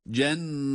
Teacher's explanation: Cenne derken tutuyoruz ama ti derken yine bir elif miktarından fazla uzatmıyoruz